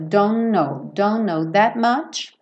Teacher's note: o T não vai ser pronunciado, nem o K do know, porque o K do know é mudo, então você junta um N no outro.